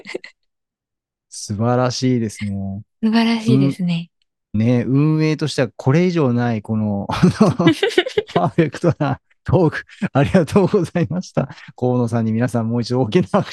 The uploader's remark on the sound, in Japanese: 10月12日夜にZoomで開催された第1回LISTENトークの第一部。想像していたよりもたくさんの方にご参加いただくことができ。